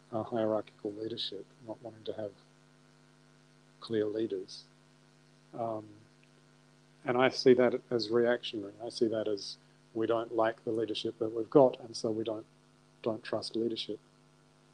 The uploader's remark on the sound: I apologise for the sound quality there were some technical issues that i hope to improve for next time.